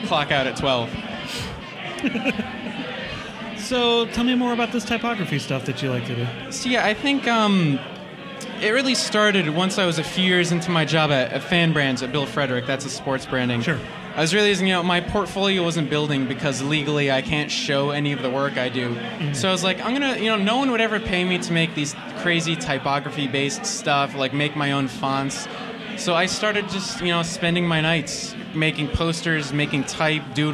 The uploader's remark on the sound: Live from WMC. At the Dribbble Meetup. This special bonus episode was recorded live at the Dribble Meetup during Weapons of Mass Creation.